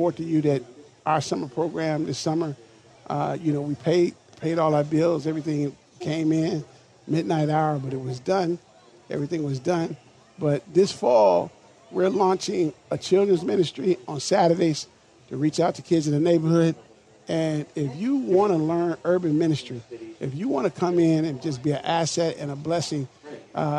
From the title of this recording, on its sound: LIVE from the MN State Fair